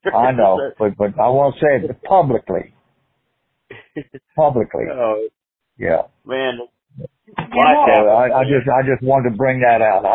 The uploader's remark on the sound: call